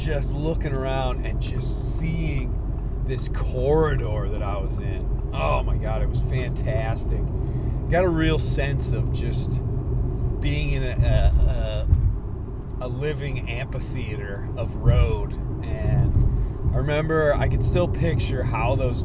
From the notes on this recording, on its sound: Solo Show on the Road. The first part of this podcast takes place on Cape Cod and the rest is recorded while driving my way back across this beautiful country. The audio is affected by the car sounds.